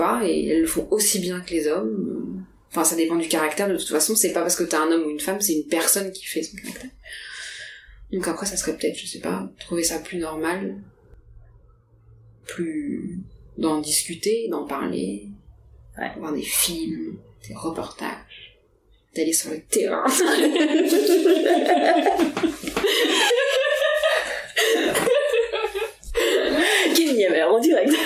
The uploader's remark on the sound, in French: La découverte du matériel audio et l’isolation des appartements parisiens font que la qualité du son pour cet enregistrement laisse à désirer